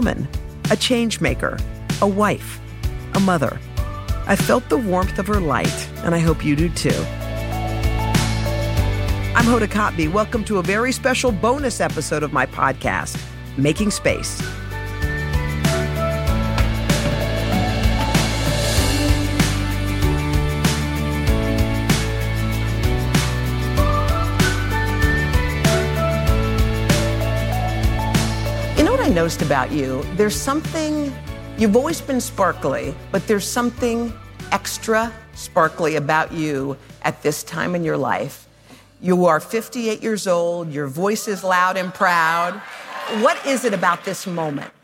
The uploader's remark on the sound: While on her book tour for “The Light We Carry,”. In front of a live audience. Special thanks to Higher Ground Media for providing Making Space with this audio.